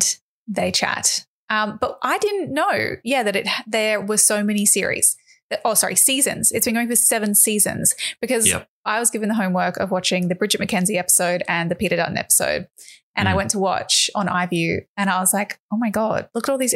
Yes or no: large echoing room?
no